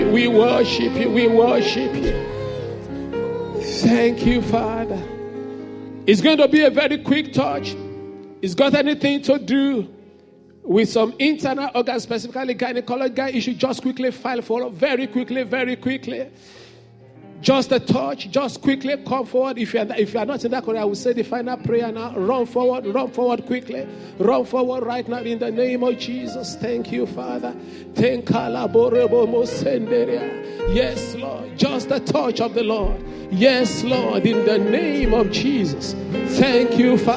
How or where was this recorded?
large echoing room